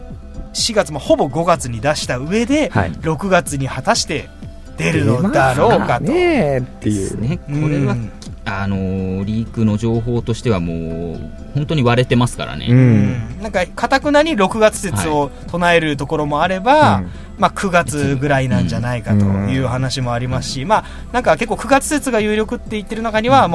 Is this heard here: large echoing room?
no